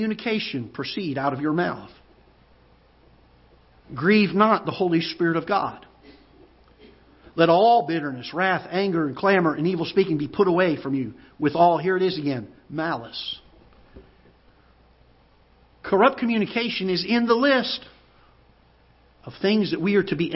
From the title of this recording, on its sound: Ketha Heights Baptist Church ~ Live Broadcast